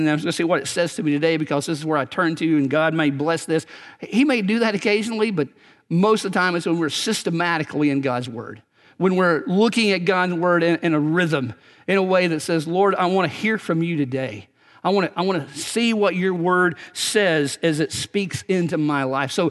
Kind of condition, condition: setting, large echoing room